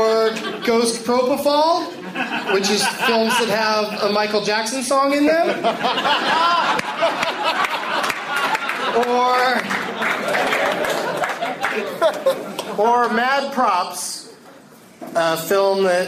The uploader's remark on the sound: audience members at Hyenas Comedy Club in Dallas, TX